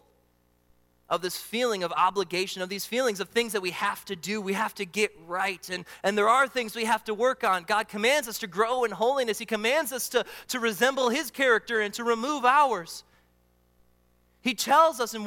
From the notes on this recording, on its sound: during the Morning Worship Service on Sunday, January 28, 2024, at Calvary Baptist Church in Battle Creek, Michigan